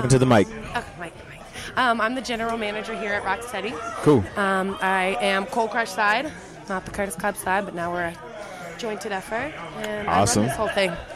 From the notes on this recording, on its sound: we celebrate our 100th Episode live at Rock Steady